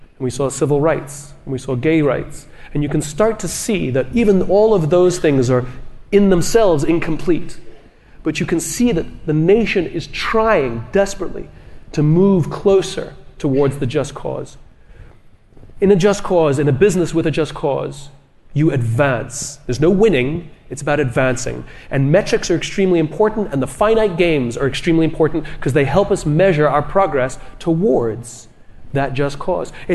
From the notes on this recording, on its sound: EntreLeadership Summit 2019. On our Live From Summit stage. This sold-out crowd.